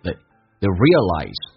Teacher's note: they 不被强调，降调读，像这双元音啊，由于不被强调，近似于发单元音，因为嘴型无法打开，变成 they realize.